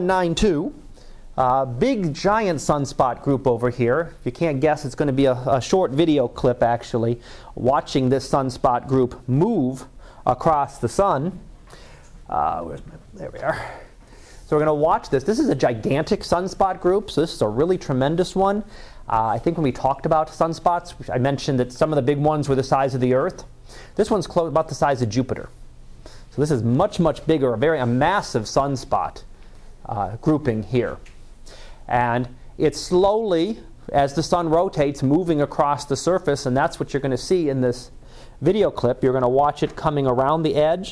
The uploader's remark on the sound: Live Class Lecture